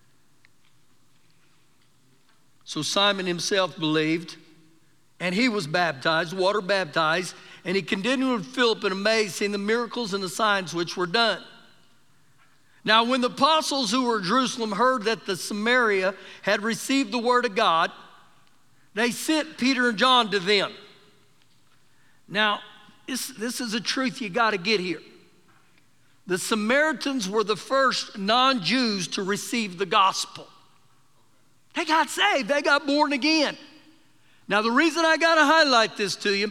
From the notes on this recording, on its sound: Recorded live during our Sunday morning service